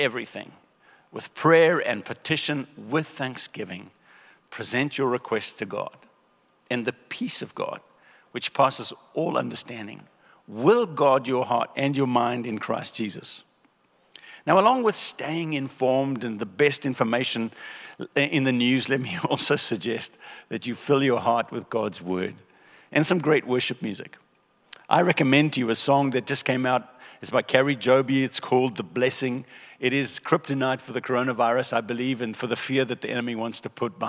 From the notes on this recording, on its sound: recorded at Northlands Church on March 15, 2020